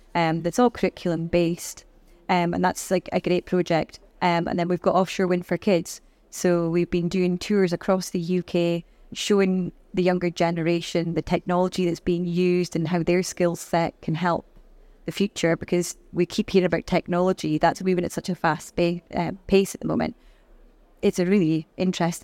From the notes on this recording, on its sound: Recorded live at Offshore Europe 2023.